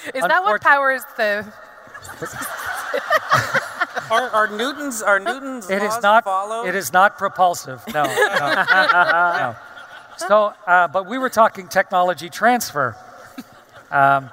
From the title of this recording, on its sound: StarTalk Live! from Future Con